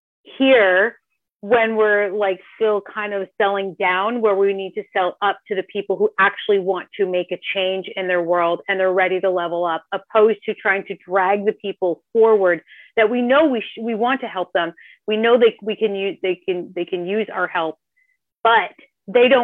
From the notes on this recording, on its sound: This episode is a live coaching call